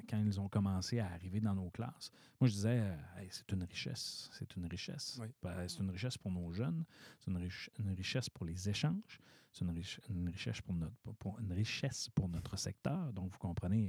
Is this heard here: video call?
no